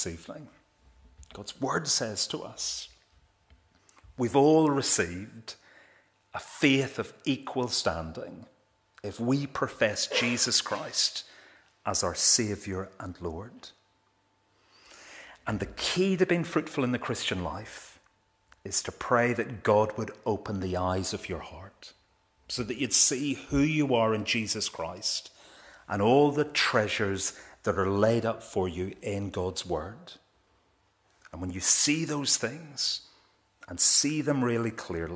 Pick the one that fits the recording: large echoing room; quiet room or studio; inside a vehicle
large echoing room